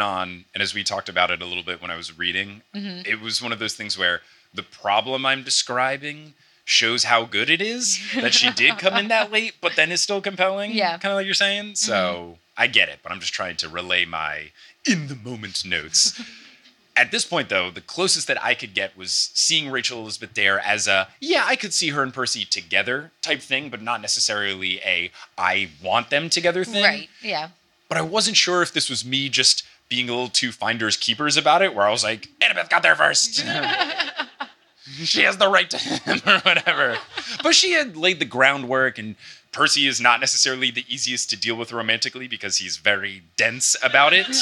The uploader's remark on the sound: LIVE in Berlin! Recorded in front of a packed out.